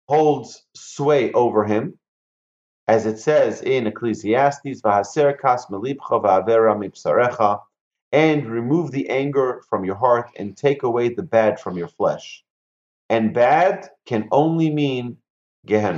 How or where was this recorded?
video call